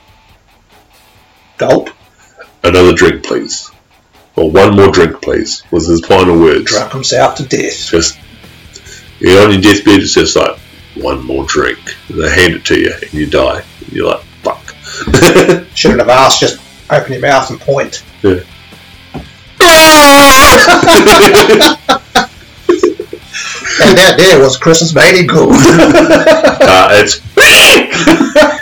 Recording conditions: poor sound quality